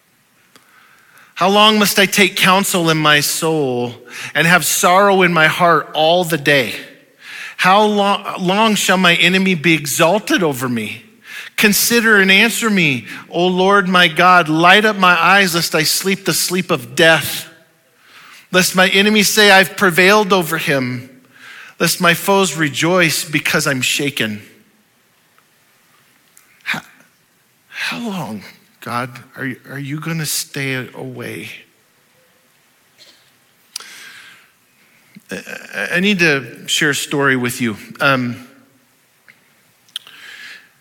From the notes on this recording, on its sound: Audio file of the Sunday Morning Sermon